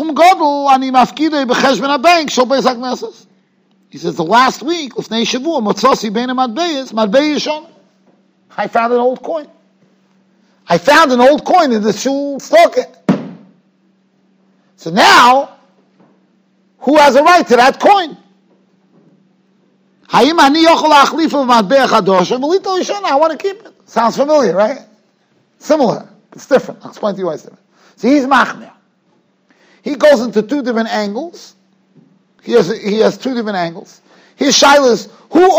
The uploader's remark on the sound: Shiur recorded in Yeshivas Ohr Reuven, Monsey, NY.